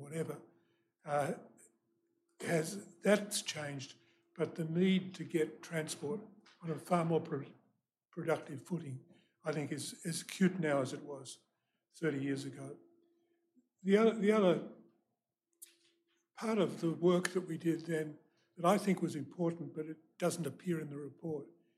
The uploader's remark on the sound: This recording is from a live event held at the University's Chau Chak Wing Museum on Monday 17 October.